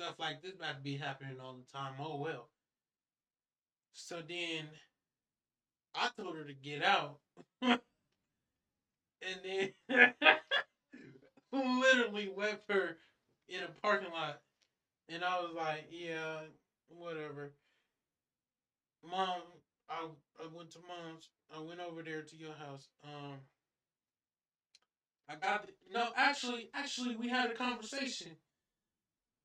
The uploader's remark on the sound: Please don't mind the quality. God's intended message will press through even in the poor audio and camera quality.